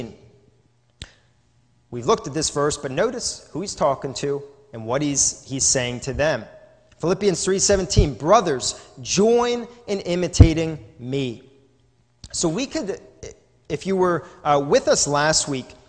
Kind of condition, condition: setting, large echoing room